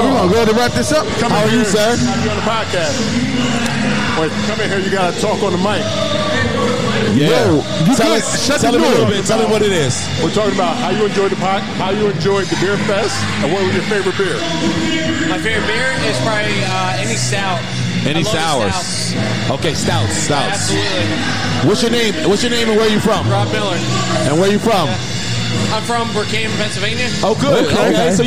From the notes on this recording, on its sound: Live correspondence from our favorite outings, beer festivals. We go live and check the vibes at Barrel and Flow Fest and the Delaware Beer Fest.